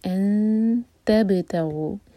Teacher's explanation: با پر قلقلہ اور سکون کے بعد تا تو تا پر زور